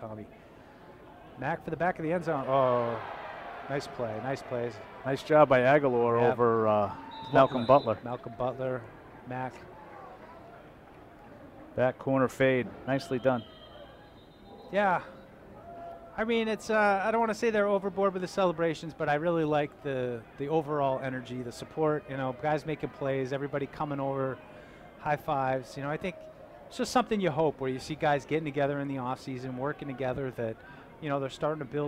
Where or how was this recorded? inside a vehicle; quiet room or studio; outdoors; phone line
outdoors